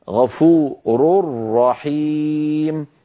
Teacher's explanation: ونرى مثال أمامنا غفور رحيم تنوين بعده راء، فإذا أدغمنا التنوين في الراء التي بعده يصبح النطق هكذا كما نرى الآن على اللوحة غفور رحيم، بعد الراء المضمومة من كلمة غفور نشدد الراء التي في رحيم · Term: الراء المشددة